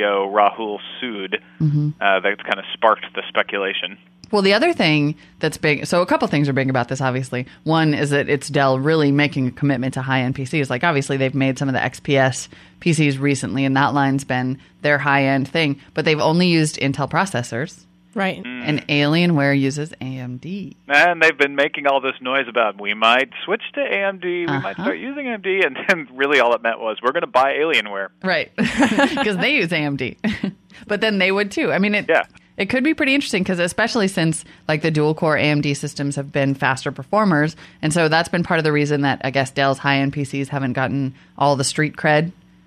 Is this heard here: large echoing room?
no